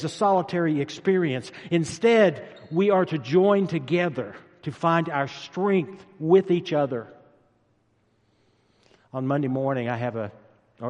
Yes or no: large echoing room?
yes